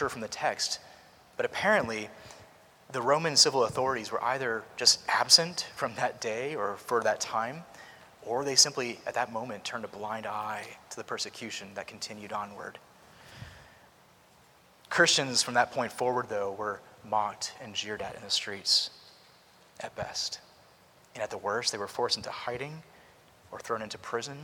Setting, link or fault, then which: setting, large echoing room